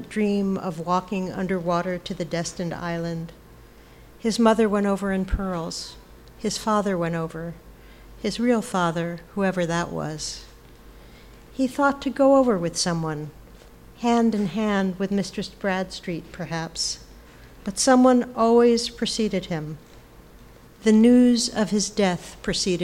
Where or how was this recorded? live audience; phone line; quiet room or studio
live audience